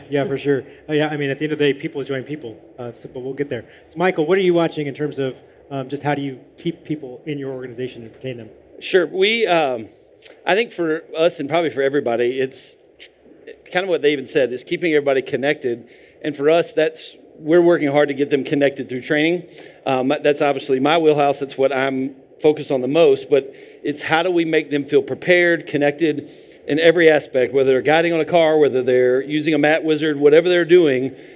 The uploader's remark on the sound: Live panel at the Car Wash Show ™ 2023 in Las Vegas. Live panel at the Car Wash Show ™ 2023 in Las Vegas.